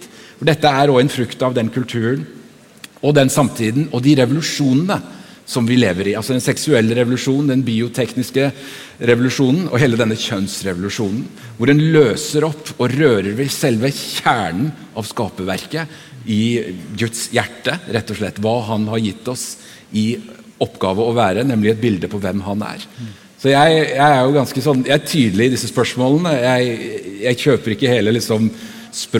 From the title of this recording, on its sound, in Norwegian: Live fra Impuls 2024!